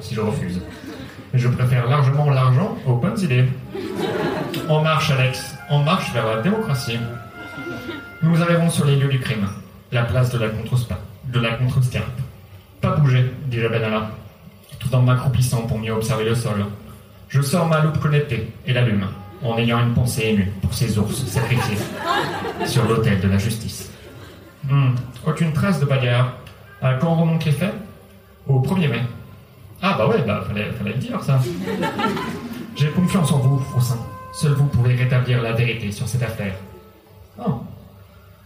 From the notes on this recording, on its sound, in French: Enregistré en public et en direct au One More Joke.